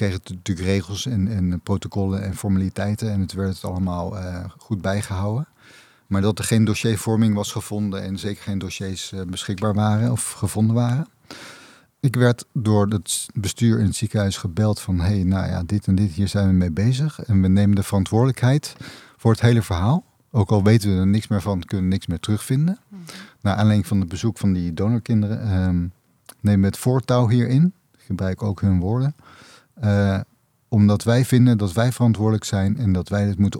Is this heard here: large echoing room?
no